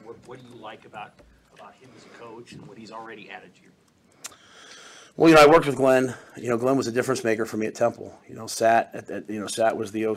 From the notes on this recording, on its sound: February Signing Day Press Conference (2/7/24)